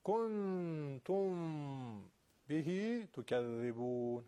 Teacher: اخفاء میم در نزد به غنه داره